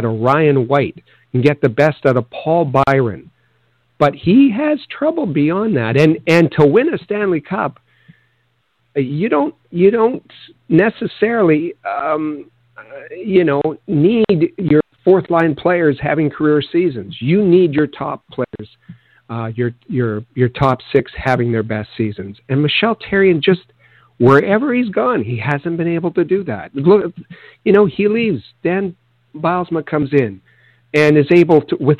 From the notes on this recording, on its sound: we take your phone calls